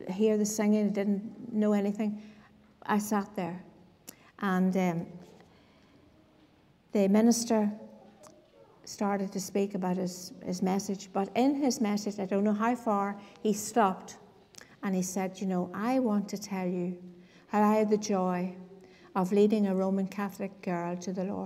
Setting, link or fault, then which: setting, large echoing room